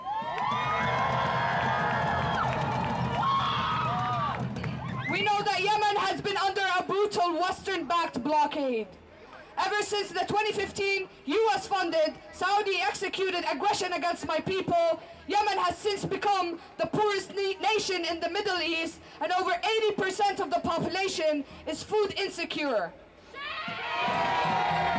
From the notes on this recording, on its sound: Then we will hear a speech from the West Coast March on Washington for Gaza.